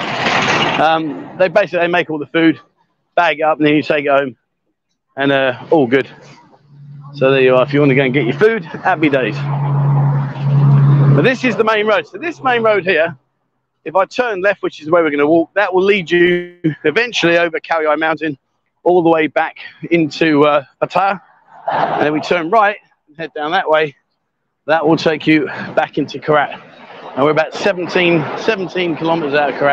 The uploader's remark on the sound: LIVE walkabout but not in Pattaya.